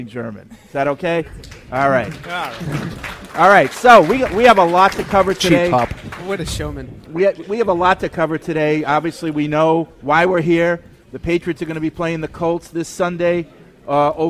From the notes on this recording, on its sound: Live from Patriots Haus in Germany. Broadcast direct from the Patriots Haus in Frankfurt, Germany for a special live broadcast.